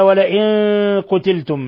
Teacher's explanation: قوله تعالى: ولئن قتلتم، نون ساكنة جاء بعدها القاف إخفاء حقيقي